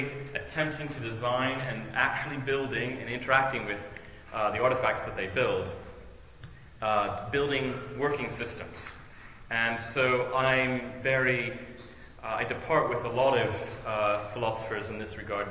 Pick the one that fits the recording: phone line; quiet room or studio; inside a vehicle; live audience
live audience